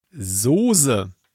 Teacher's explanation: Da wird das Soße, also das SZ, nicht stimmlos ausgesprochen, sondern stimmhaft. Als wäre es falsch geschrieben.